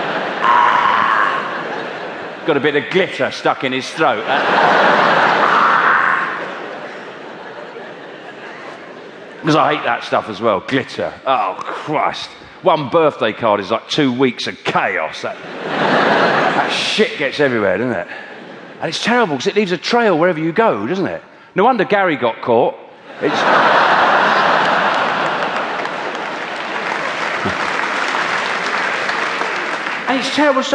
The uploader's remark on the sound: Lockipedia was recorded at the world famous Hammersmith Apollo during the height of his sell-out tour of Britain and Ireland. He mixes stand up with his new audience interactive section Lockipedia.